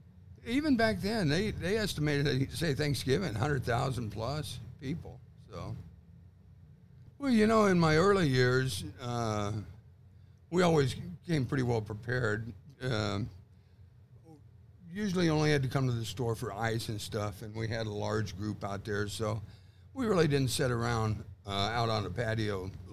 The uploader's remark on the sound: It’s all live from Camp RZR. Welcome to Glamis.